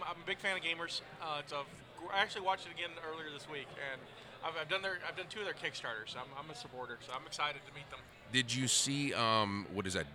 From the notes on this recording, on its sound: The Weekly Mopcast Mobicon 2018 Special Part 1. Are at Mobicon and decided to start recording at the table.